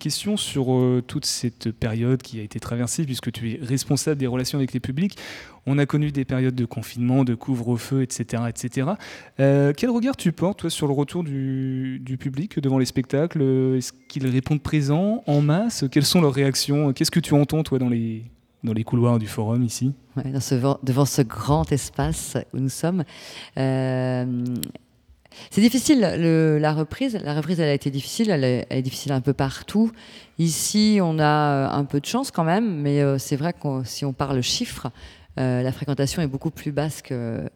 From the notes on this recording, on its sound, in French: Ce soir, Topette se déplace jusqu'au Quai pour une émission spéciale en direct du lieu de culture angevin qui borde la Maine.